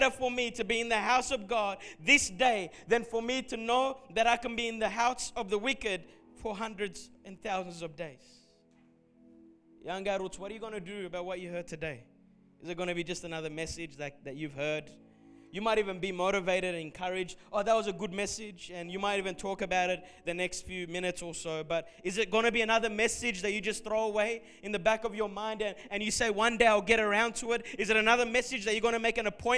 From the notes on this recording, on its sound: Recorded at Revive Church Melbourne on Sunday the 30th of December